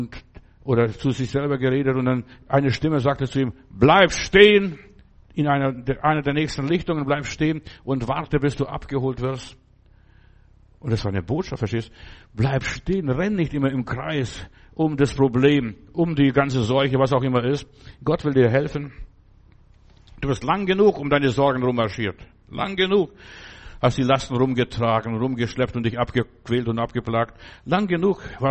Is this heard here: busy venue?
no